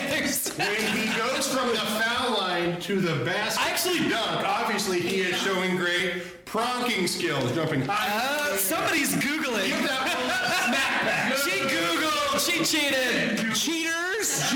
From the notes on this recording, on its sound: LIVE from PACKRAT COMICS! Recorded Live at Packrat Comics.